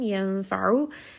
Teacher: ayn is going to be from the middle of the throat, so it has a little bit of constriction